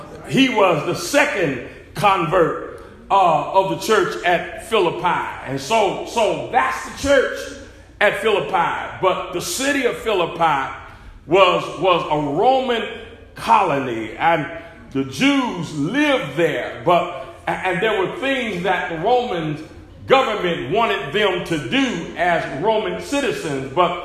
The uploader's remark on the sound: SERMON PREACHED AT ARCOC